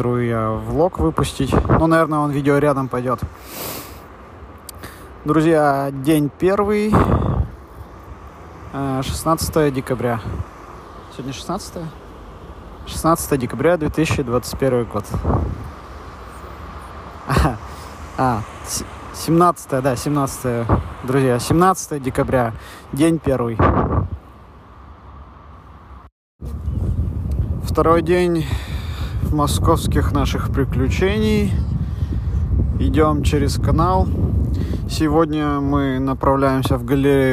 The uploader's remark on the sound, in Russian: Эпизод подкаста, записанный по пути следования по дорогам Москвы. Качество страдает, но условия не позволяли сделать чище звук, записанный на улице.